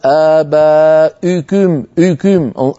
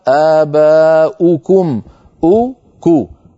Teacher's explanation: واو ضمة ليس معها ارتفاع لوسط اللسان · Shown in: second take